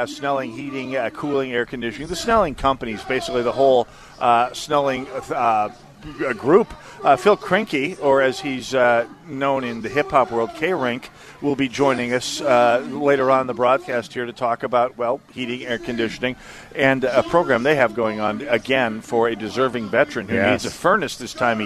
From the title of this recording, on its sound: Live on Medicine Lake